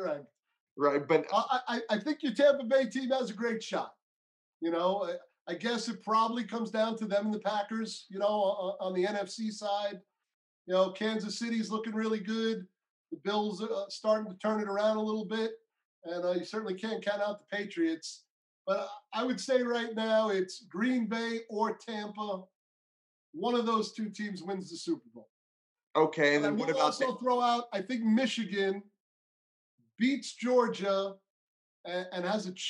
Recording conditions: video call